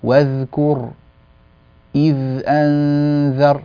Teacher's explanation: حرف الذال حرف رخو كما تعلمين، والرخاوة تحتاج إلى أن تظهر يعني سمتها على الحرف. الذال عندك في هاتين الكلمتين كانت يعني قصيرة بعض الشيء.